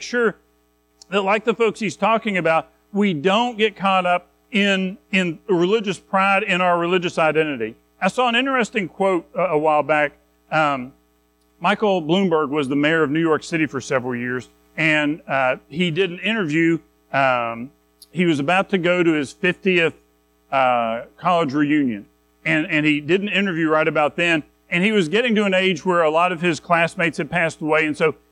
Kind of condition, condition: setting, large echoing room